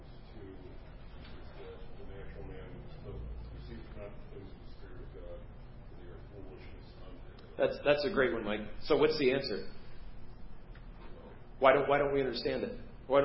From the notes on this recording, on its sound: preached at First Baptist Church of Hazel Park